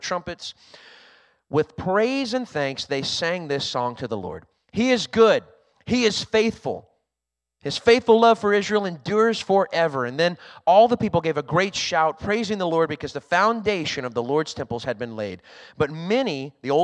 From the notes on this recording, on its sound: was recorded on Sunday, February 5th, 2023, during service at The Anchor Church in Rockport, Maine.